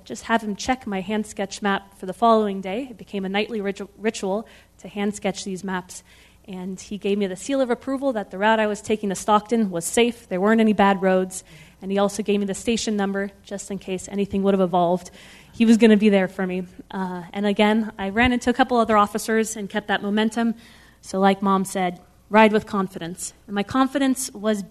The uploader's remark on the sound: This program was recorded in front of a live audience at The Commonwealth Club on August 19, 2010